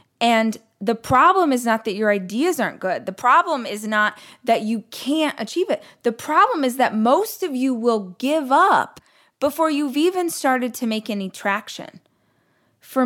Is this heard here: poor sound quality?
no